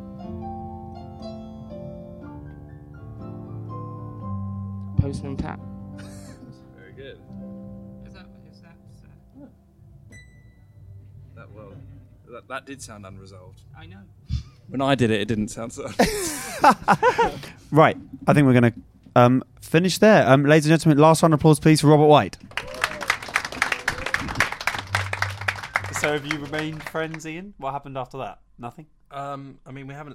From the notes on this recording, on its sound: This episode was recorded at Underbelly George Square on 9th August 2018 as part of the Edinburgh Fringe Festival.